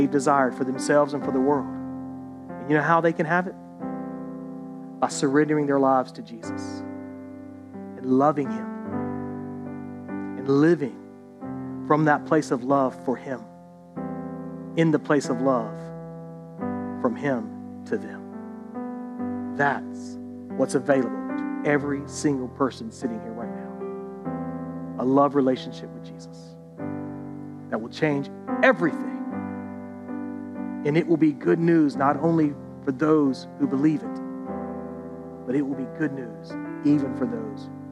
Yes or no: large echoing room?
yes